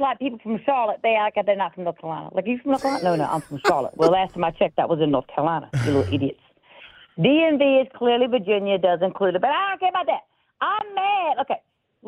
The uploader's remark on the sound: Call lines open up